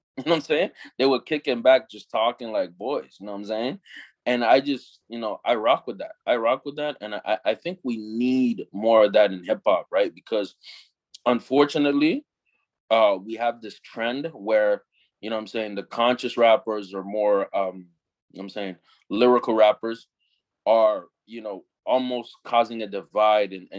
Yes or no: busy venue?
no